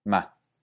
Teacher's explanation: No tiene entonación propia, es generalmente corto, y el que sea un tono alto, bajo o medio dependerá del tono de la sílaba anterior. · Term: tono, llamado neutro